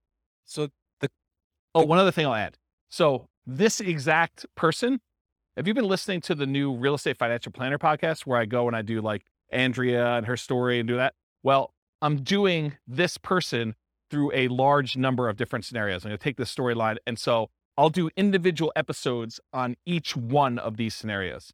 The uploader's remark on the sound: This was a live class recorded